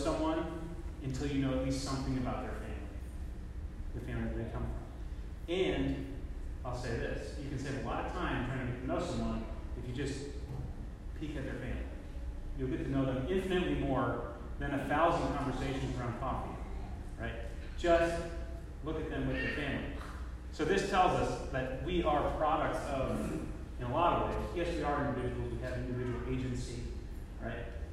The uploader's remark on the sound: Apologies for the quality of the recording. There are some sections that are not very audible.